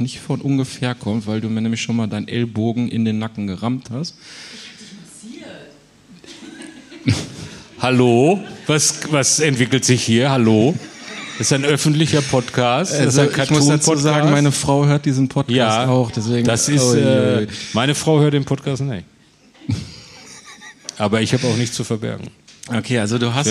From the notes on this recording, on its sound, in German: Live in Kassel. Vor Publikum.